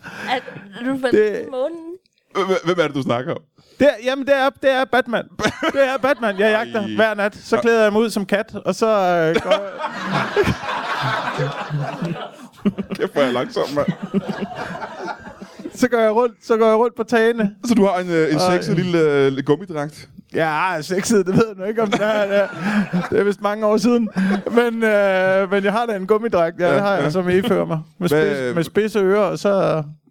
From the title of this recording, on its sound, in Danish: LIVE fra HCA Festivals